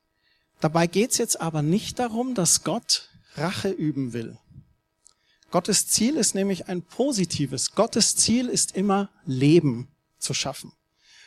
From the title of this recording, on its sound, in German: Neujahrsgottesdienst